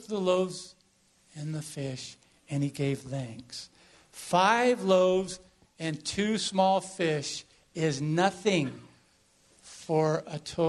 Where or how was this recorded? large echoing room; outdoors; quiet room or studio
large echoing room